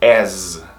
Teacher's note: Som de Z. Se você colocar um som de S, você vai falar bunda, ao invés de as.